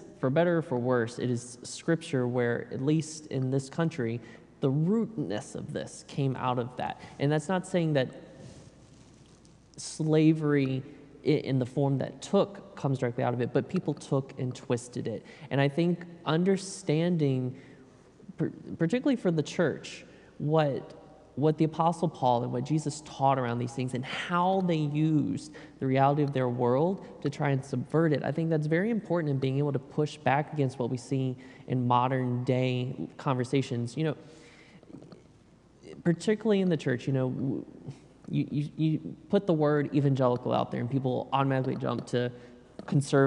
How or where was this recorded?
live audience